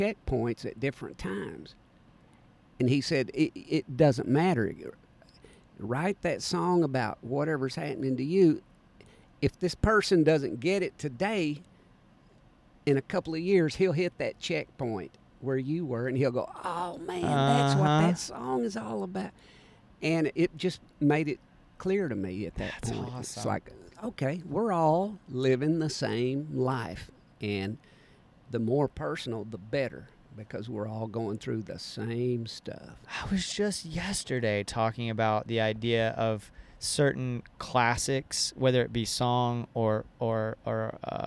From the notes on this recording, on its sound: This time they caught up at Suwannee Roots Revival in Live Oak, FL.